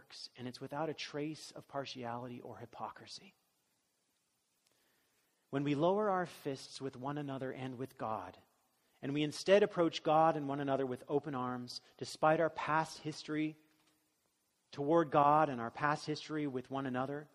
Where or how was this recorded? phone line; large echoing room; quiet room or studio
large echoing room